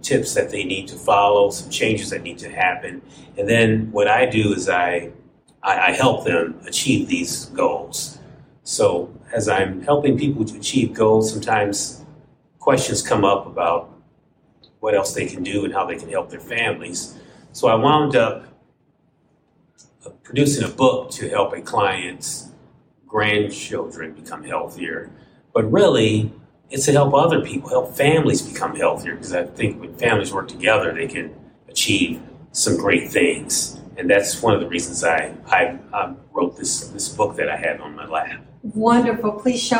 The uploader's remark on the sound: Recorded at the National Health Association Conference